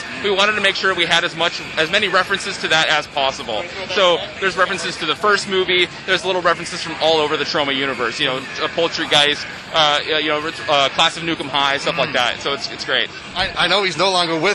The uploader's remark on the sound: Took on PAX East 2023 with great tenacity, and he's got the audio to prove it! Chats with many developers on the con floor (and maybe one or two in a different location)!